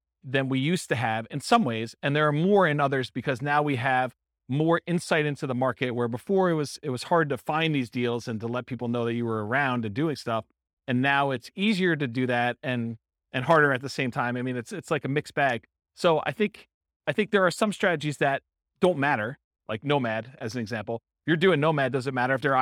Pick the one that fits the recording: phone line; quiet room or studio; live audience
live audience